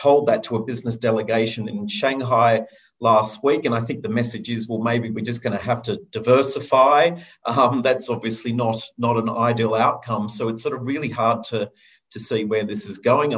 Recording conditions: video call